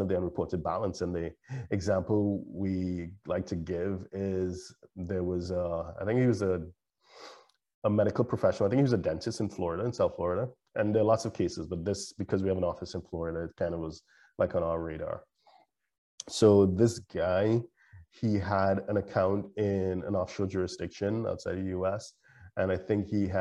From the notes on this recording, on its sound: LIVESTREAM. For those joining us on Zoom.